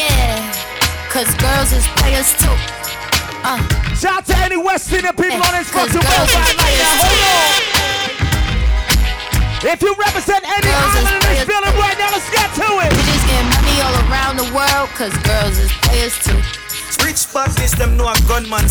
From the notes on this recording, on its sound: Live Audio of Rock The Boat Pittsburgh